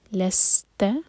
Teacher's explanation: لام لائٹ سین پر سیٹی کی آواز کے ساتھ